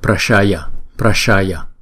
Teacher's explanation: Chữ S này chúng ta để cái đầu lưỡi ngay cái ở trong cái hàm răng của chúng ta, và chúng ta ểnh cái lưỡi lên, chúng ta đọc là sh sh Prashaya, Prashaya. Ba chữ A này không có dấu gạch ngang trên đầu cho nên chúng ta chỉ đọc mỗi âm một nhịp mà thôi